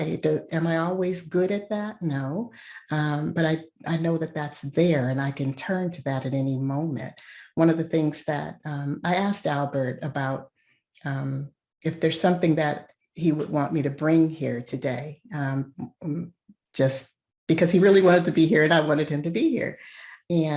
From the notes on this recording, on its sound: Please enjoy the audio from a recent Foundation For Inner Peace webinar